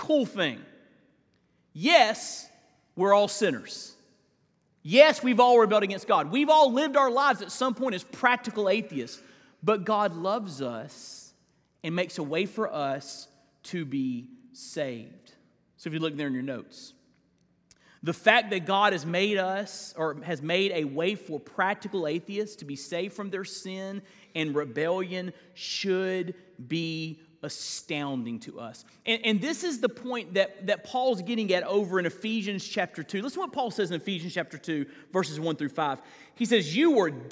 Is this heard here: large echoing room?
yes